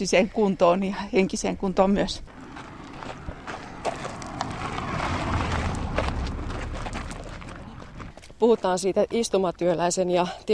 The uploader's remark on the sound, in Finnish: lähti lenkille